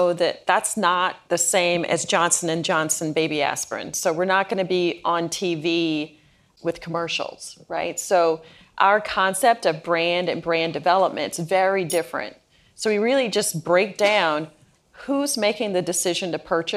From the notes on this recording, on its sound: Recorded in front of an audience of marketers at 2022's Deloitte University's Next Generation Academy in Westlake, Texas.